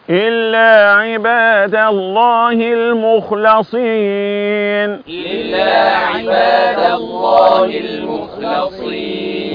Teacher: المخلصين هنا اللام مفتوحة، اللام مفتوحة وليس مكسورة